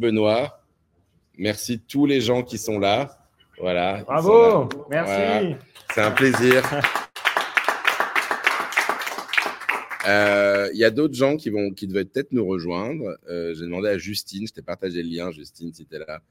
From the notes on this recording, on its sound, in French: Aujourd'hui nous étions en direct de la NFT Factory à l'occasion de l'ouverture du marché de Noël. Aujourd'hui nous étions en direct de la NFT Factory à l'occasion de l'ouverture du marché de Noël.